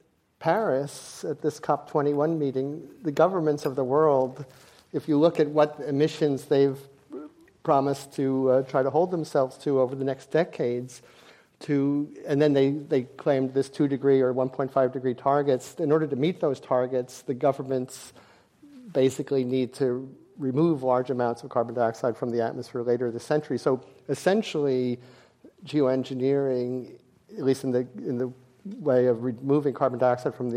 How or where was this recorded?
live audience